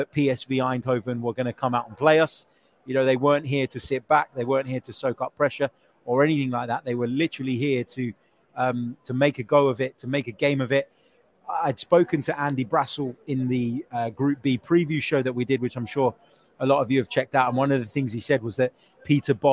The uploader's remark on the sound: Reaction live from Emirates Stadium